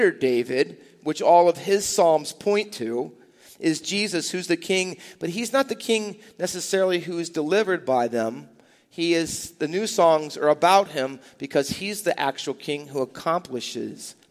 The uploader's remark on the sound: Faith Baptist Church in Hamilton, NJ.